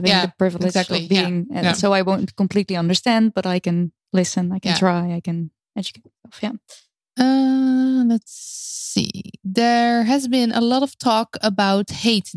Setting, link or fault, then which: link, video call